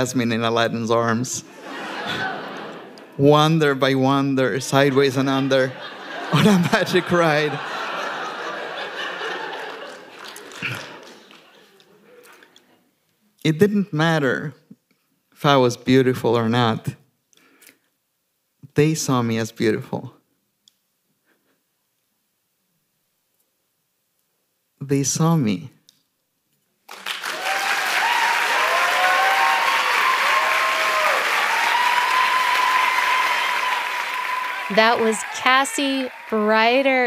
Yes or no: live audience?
yes